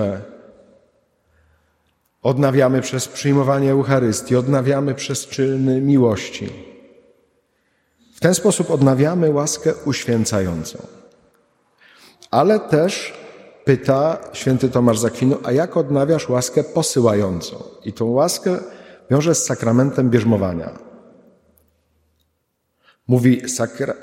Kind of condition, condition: setting, large echoing room